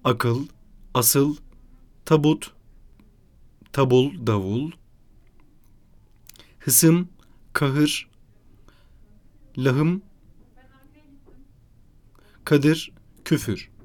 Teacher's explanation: Türkçeleştirme daha çok iki ünsüz arasına bir dar ünlü getirilerek sağlanmıştır.